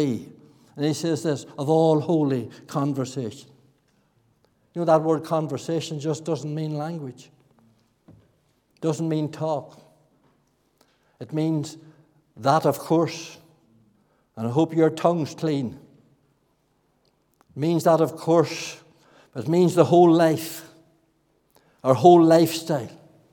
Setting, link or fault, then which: setting, large echoing room